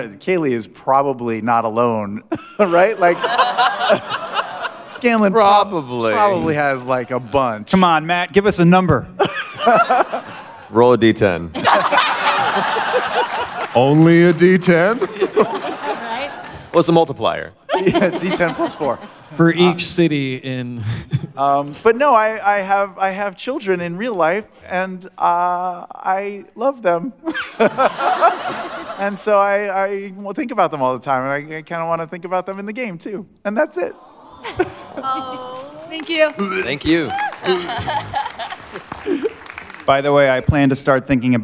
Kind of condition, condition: setting, live audience